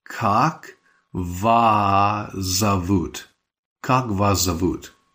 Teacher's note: Spoken quickly, though, the S sound at the end of that second word, вас, becomes part of the Z sound at the start of the last word, which was зовут. So it's more like как вас зовут.